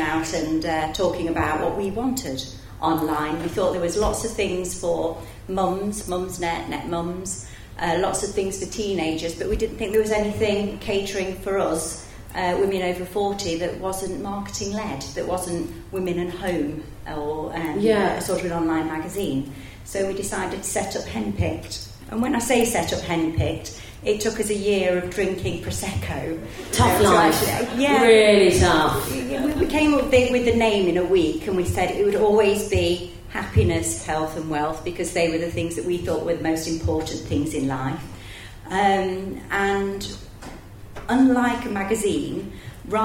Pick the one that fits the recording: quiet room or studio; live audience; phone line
live audience